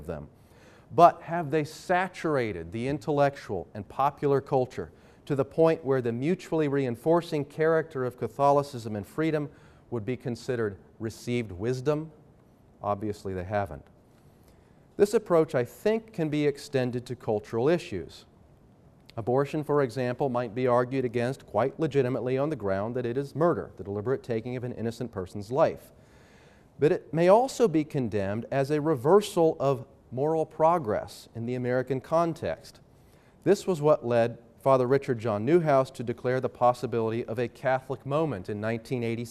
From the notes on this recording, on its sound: Talk was part of the Truth, Conscience, and Religious Freedom Conference, sponsored by the Veritas Center for Ethics in Public Life at Franciscan University of Steubenville.